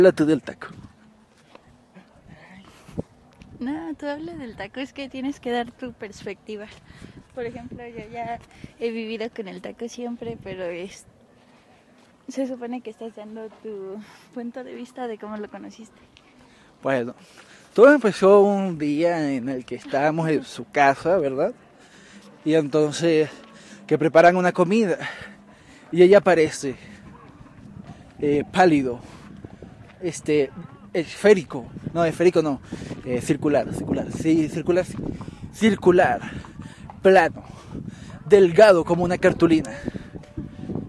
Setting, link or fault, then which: setting, outdoors